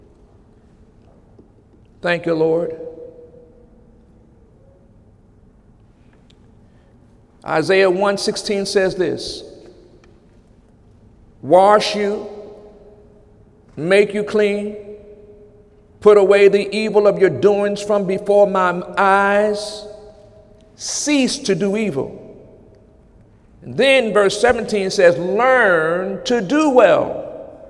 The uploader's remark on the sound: During Sunday morning service on July 23, 2017.